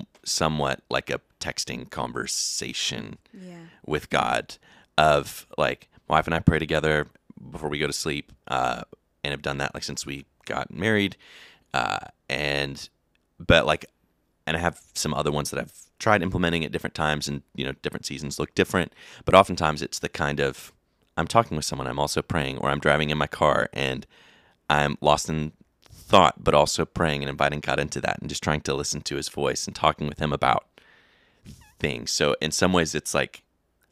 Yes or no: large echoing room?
no